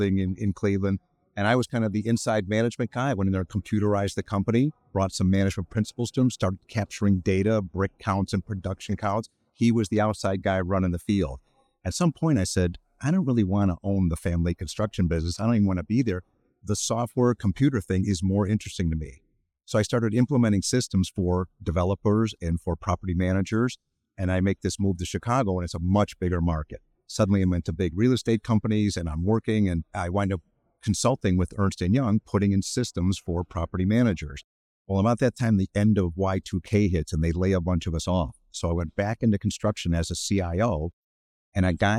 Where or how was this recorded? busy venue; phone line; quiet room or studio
busy venue